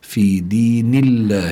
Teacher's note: اللام لفظ الجلالة الله لابد أن يكون مرققا لأن ما قبله مكسور